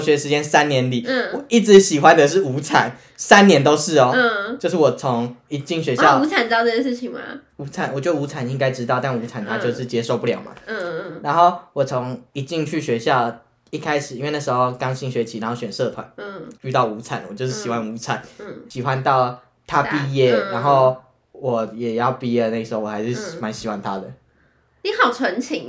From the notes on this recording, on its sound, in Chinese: 這集收音沒有特別注意